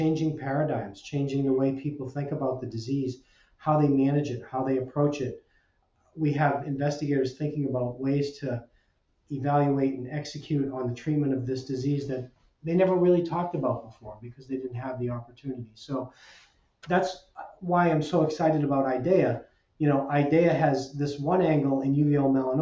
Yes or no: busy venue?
no